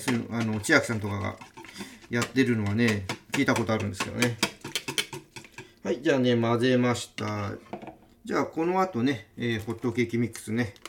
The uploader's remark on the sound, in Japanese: ビールを使った料理を作りながら収録です。